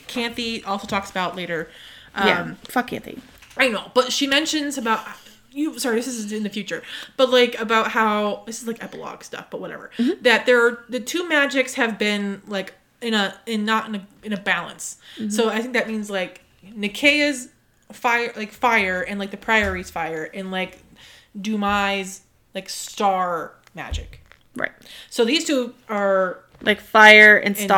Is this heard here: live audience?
no